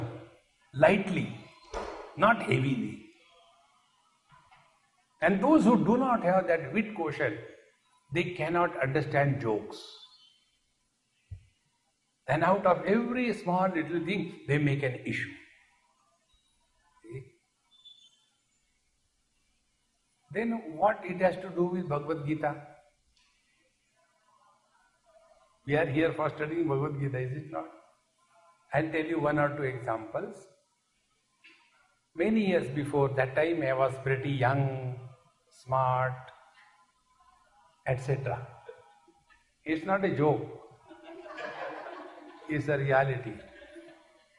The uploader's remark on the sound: Recording live in Phoenix Arizona, USA, July, 24, 2016.